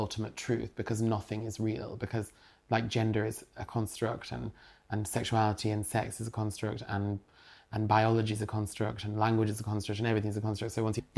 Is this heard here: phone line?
no